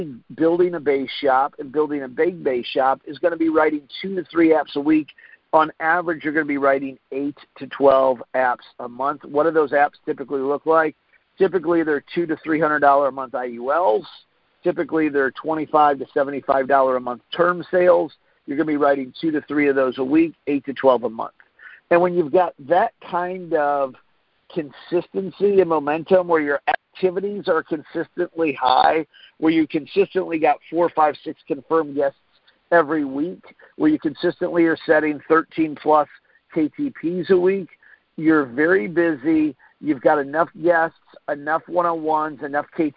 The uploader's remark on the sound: Friday Morning Conference Call